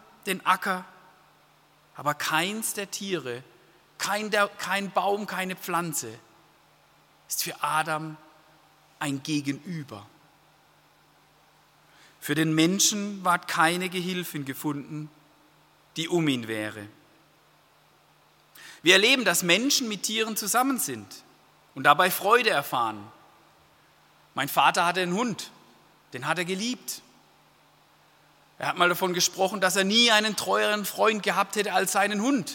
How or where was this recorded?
large echoing room